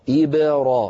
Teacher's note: دائما ننبه عليها لكثرة ما أسمع فيها من أخطاء. إبرا هذه الباء ساكنة مقلقلة قبلها كسرة بعدها فتحة